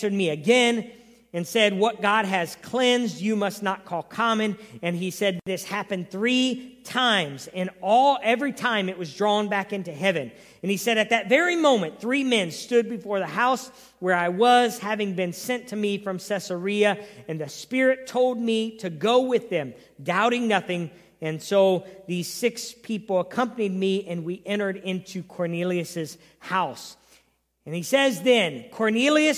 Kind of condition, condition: setting, large echoing room